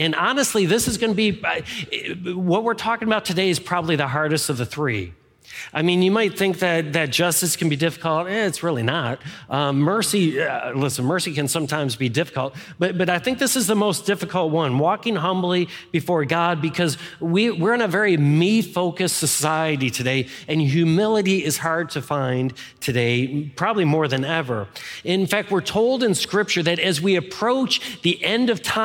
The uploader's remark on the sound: Any music performed live is performed under all appropriate licenses from CCLI. This is the core message from our live service on 2022-01-09.